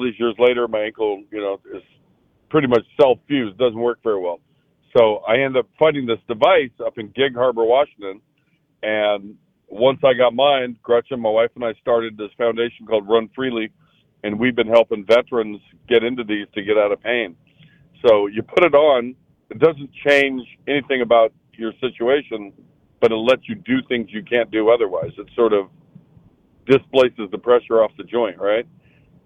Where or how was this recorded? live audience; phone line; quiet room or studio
phone line